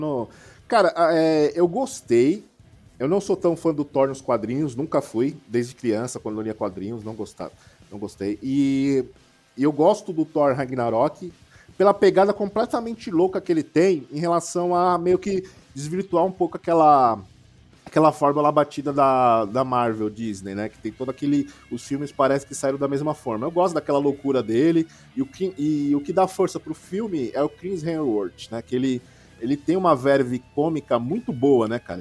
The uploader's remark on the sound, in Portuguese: gravado diretamente da Carapicuíba Comic-Con, o maior evento nerd de Carapicuíba